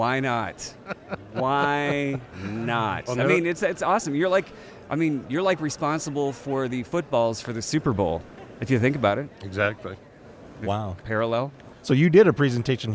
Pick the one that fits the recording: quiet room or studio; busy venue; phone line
busy venue